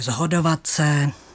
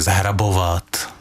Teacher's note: Moravská výslovnost upřednostňuje tu znělou podobu, takže zhodovat se. · Term: znělostní asimilace